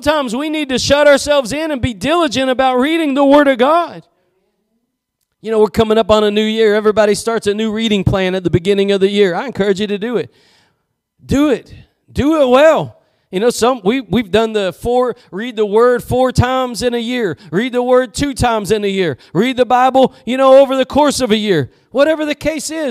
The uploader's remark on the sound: Preached at Gospel Lighthouse in Bossier City, La.